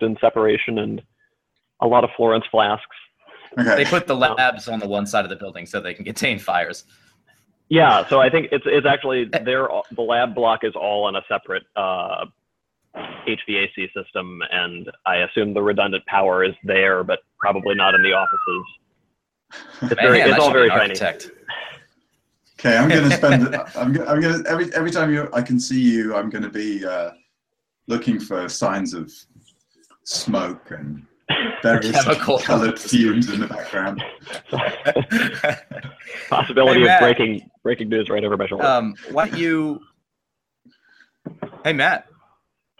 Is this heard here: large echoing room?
no